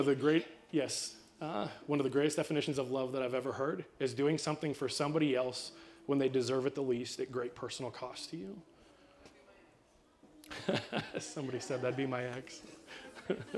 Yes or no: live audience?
yes